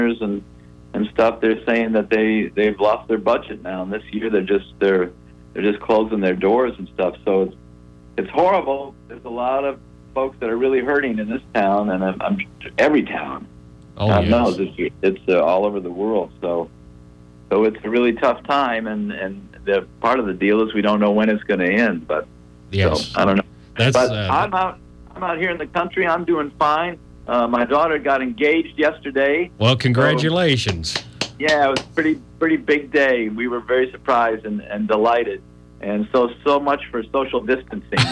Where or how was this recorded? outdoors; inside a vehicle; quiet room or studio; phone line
phone line